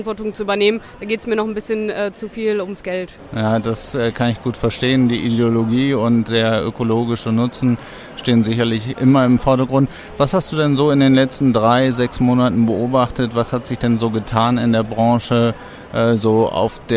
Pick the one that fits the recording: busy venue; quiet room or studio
busy venue